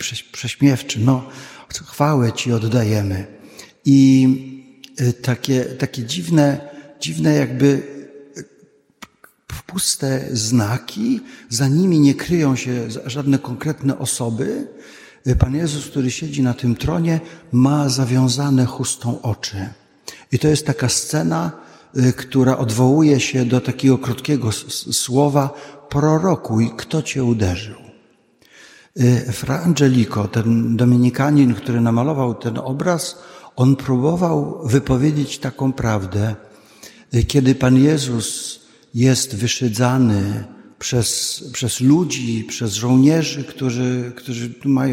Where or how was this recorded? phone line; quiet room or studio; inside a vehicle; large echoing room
large echoing room